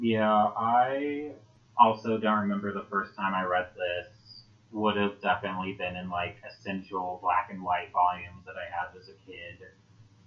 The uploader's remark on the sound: As per usual with podcasting, this first episode's audio has major issues.